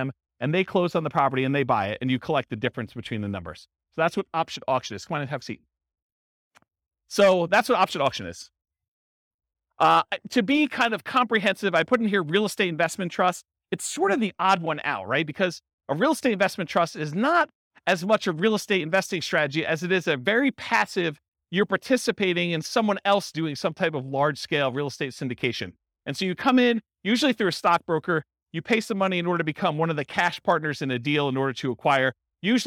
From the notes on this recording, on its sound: This was a live class recorded